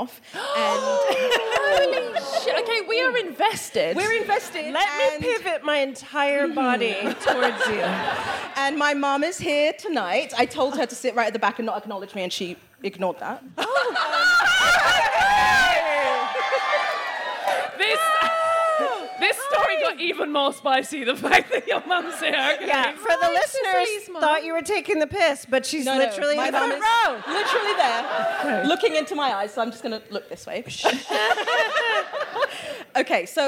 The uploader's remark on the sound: DWSC LIVE. At their residency in London, in front of a packed-out audience, which also happened to contain her mother, who will only entertain sitting f'row, for maximum effect. We then hear from one of the lovely audience members.